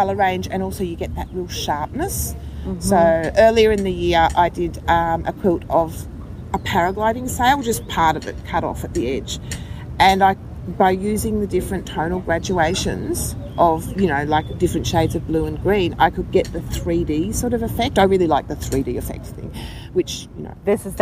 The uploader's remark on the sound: QuiltCon 2017. I caught her just a few hours before she had to catch a flight back home. We sat on the grass outside the convention center and chatted.